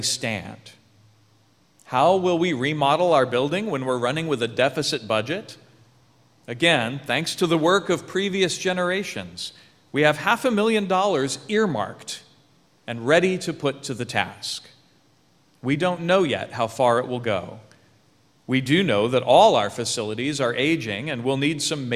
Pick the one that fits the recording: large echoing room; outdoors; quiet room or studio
large echoing room